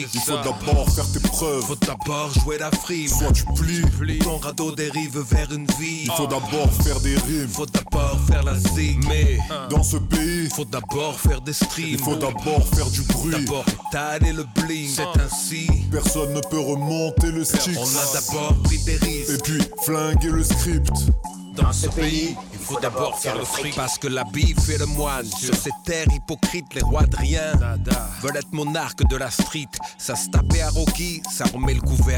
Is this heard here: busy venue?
yes